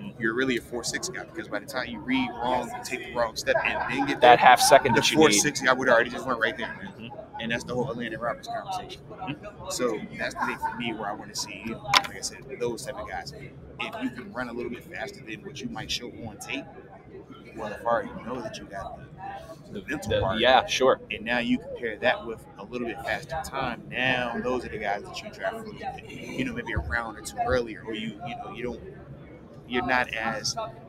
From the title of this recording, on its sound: LIVE from the NFL Combine